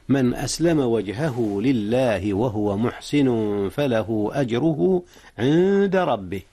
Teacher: أخفيت النون قبل الدال إذ الدال من حروف الإخفاء